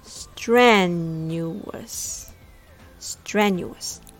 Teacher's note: Focus on the stress in the first syllable. Strenuous. Strenuous.